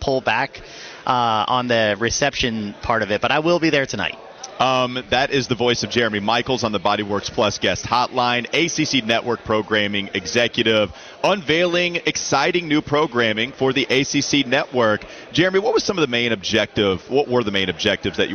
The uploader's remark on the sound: Live From ACC Kick-Off. Gets off the bus live at ACC Kick-Off.